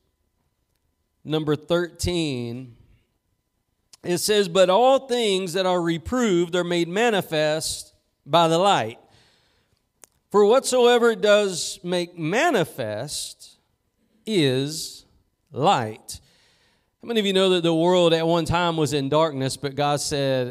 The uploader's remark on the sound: Preached at Gospel Lighthouse in Bossier City, La.